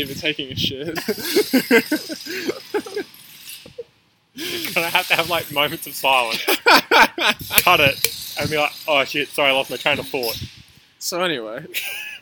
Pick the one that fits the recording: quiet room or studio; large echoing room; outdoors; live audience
outdoors